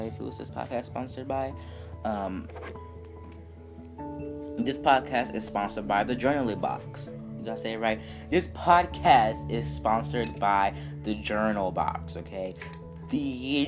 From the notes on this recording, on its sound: please excuse the unnecessary background noise